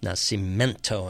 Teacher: No I in that second to last syllable.